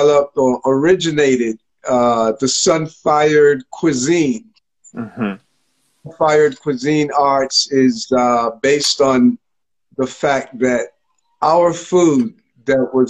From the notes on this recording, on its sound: IG Live conversations